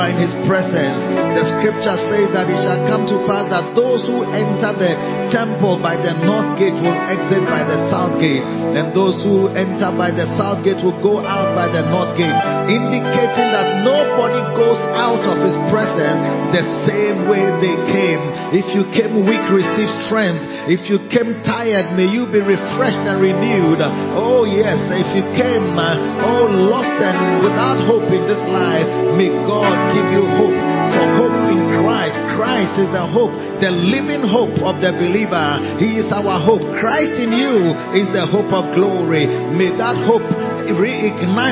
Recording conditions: large echoing room